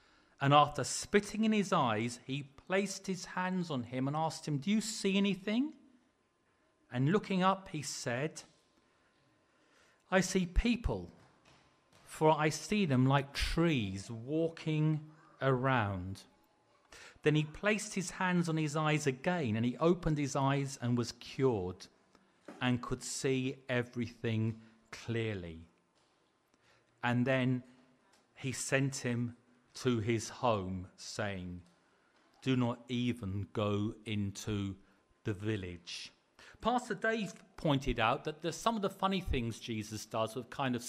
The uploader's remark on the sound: Preached at the LCC Sunday Service